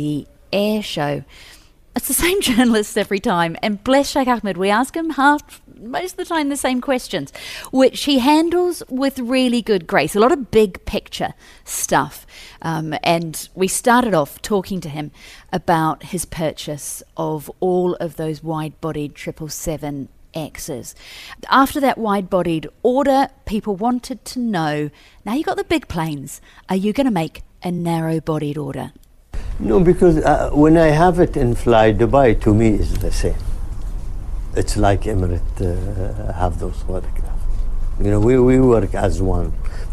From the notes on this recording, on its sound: We’re broadcasting live from DC Aviation Al Futtaim's VIP Terminal at Al Maktoum International Airport celebrating the company’s 10th anniversary during the week of the Dubai Airshow.